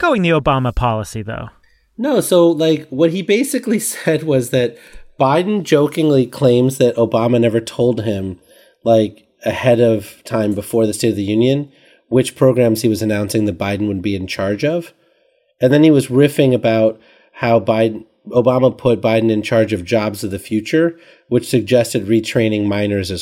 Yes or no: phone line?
no